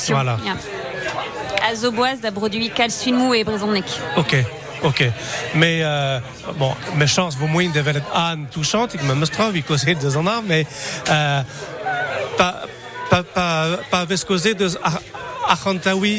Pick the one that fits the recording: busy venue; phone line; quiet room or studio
busy venue